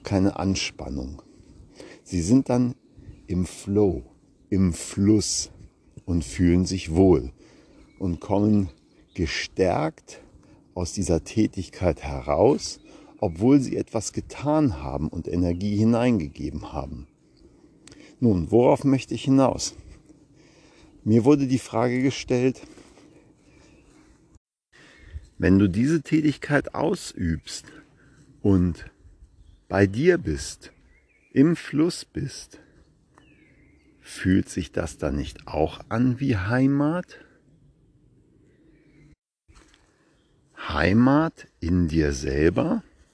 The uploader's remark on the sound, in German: Achtung: live im Wald gesprochen- kann Spuren von echter Waldenergie enthalten.